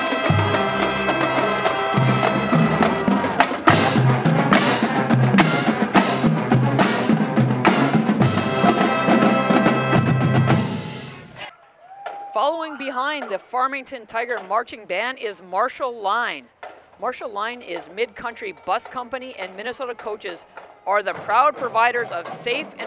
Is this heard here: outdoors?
yes